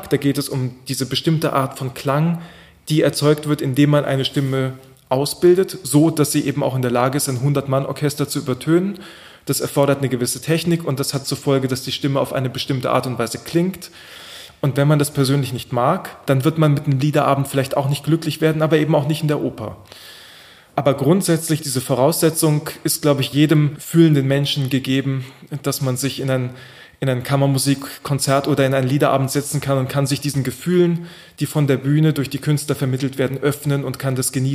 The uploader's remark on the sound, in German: Ein Livemitschnitt von der Schubertiade: Liederabend.